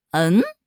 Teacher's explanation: 第一种呢是发第二声嗯，就是表疑问嘛